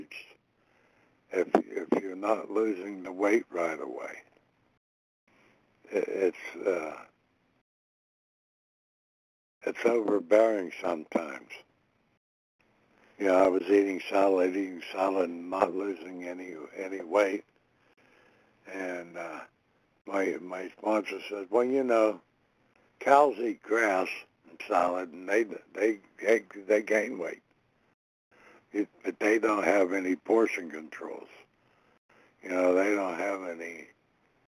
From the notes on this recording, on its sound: 100 Pounders Phone Meeting